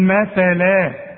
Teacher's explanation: شوف الميم دي مرققة صح، والثاء لابد انك تطلع لسانك في الثاء